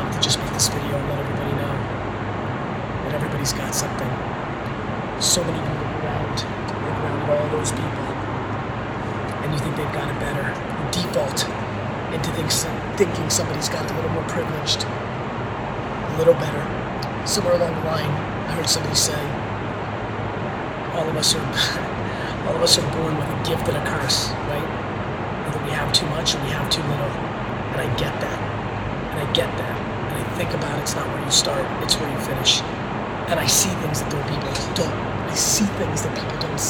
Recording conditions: phone or laptop microphone